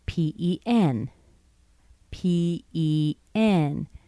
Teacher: Notice I started somewhere in the middle. I drop down. I go up again